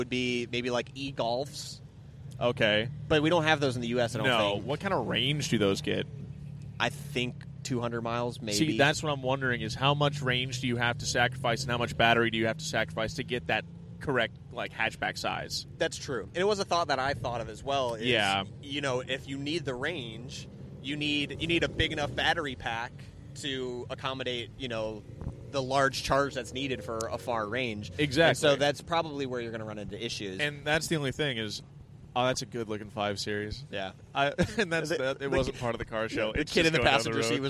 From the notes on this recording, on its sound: Finally, the cars and coffee podcast has recorded its first episode at a cars and coffee event, and it was amazing! We both try our hand at live commentary while watching cars depart the event. Share some random interactions with people passing by.